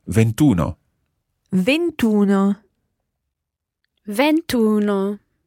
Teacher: we drop the E sound at the end of venti and add in uno